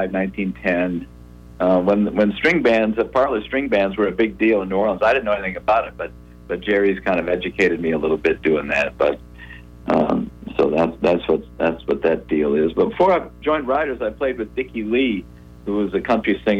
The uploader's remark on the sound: We had two members of the band call in to The Chubby Howard Show.